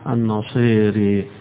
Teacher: وقراءة الدوري عن الكسائي بإمالتين، إمالة الألف وإمالة الياء